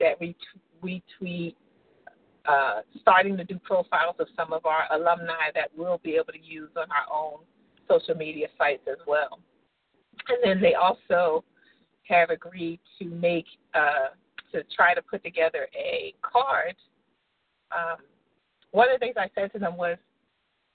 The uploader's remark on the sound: June 2016 EC Conference Call